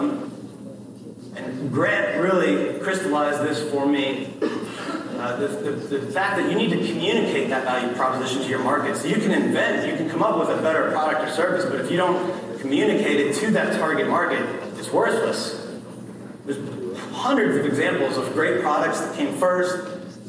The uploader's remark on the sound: addresses realtors attending Lab Coat Agents Live in San Diego, California